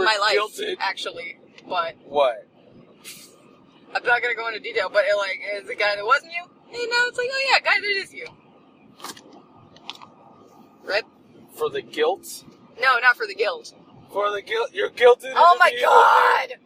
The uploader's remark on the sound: My better half and I record while driving to Utah.